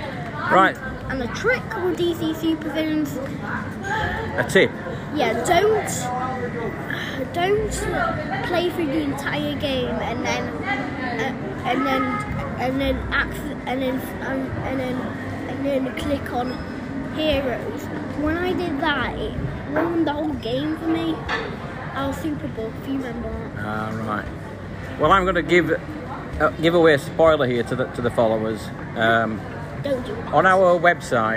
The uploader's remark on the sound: LiVE from Total Fitness Wakefield